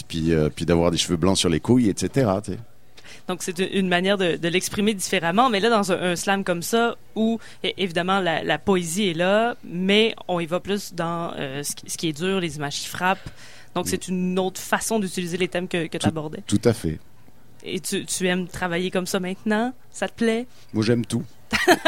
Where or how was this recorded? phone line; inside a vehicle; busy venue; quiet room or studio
busy venue